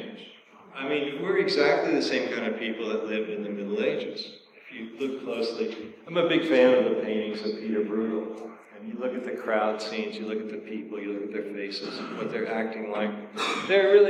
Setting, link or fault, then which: fault, echo